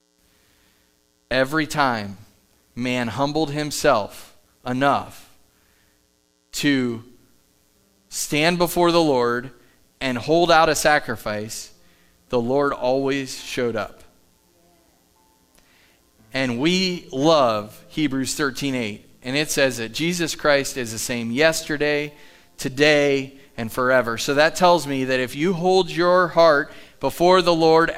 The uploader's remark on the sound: Live from The Summit Church in Dover, OH